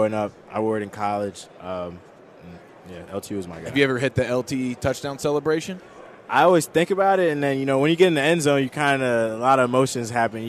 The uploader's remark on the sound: live from Super Bowl Radio Row